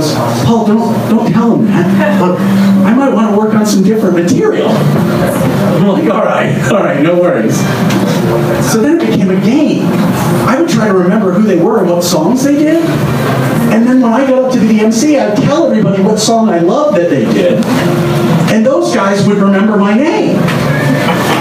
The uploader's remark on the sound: Live from Genuine Joe's